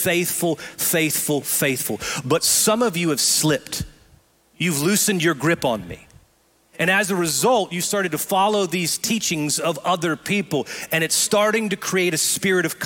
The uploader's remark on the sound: Recorded live at Brookwood Church.